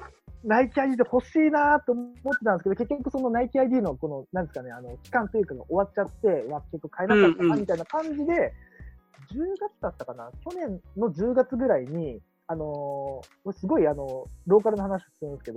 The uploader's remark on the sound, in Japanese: 4人で行ったZOOMコラボ収録